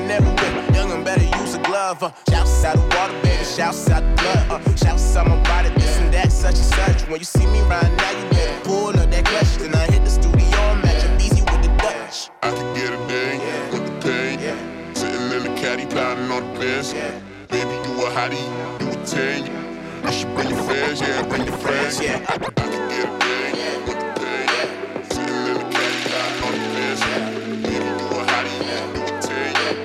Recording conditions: busy venue